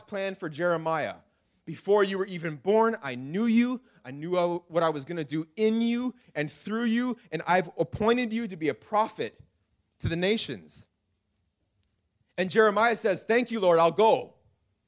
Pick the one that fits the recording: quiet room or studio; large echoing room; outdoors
large echoing room